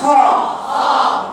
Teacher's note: هي الخاء مفتوحة ما فيهاش إشمام بالضم